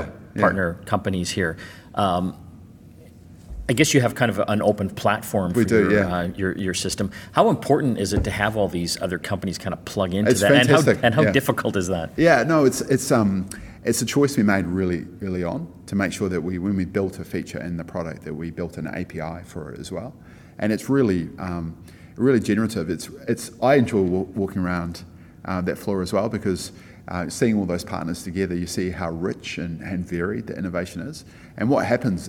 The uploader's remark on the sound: Live from Xerocon in New Orleans